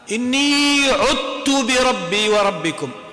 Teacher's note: أدغمنا الذال في التاء. الذال مع التاء في المخارج هل هما من مخرج واحد؟ لا، من مخرجين متقاربين. · Term: إدغام متقاربين